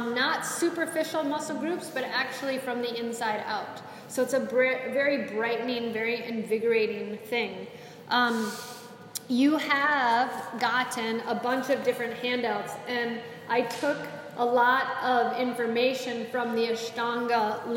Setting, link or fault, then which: setting, live audience